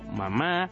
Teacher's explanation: la M es una consonante bilabial nasal que se produce cerrando los labios sin esfuerzo complejo